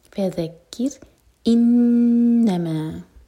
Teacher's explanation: فذکر رو ساکن باریک ہوگا کیونکہ اس سے پہلے ہے کسرہ. فذکر انما نون پر غنہ دو سیکنڈ ہولڈ کریں گے اور پھر میں چار ہر کا لمبا کھینچیں گے، یہ ہے مد منفصل.